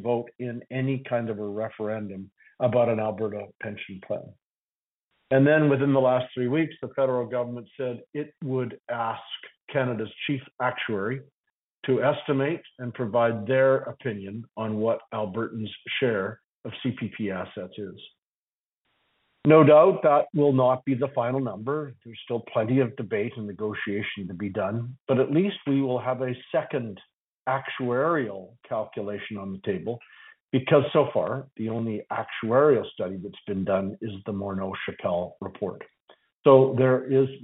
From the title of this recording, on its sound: Central Alberta Telephone Town Hall